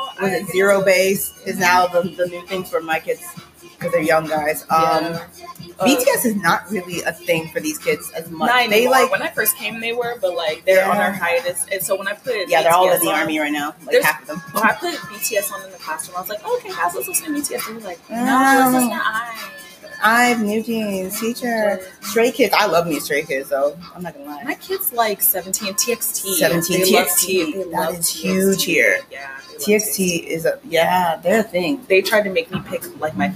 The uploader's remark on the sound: We are sorry about the sound quality! We know the music from the cafe in the background is loud.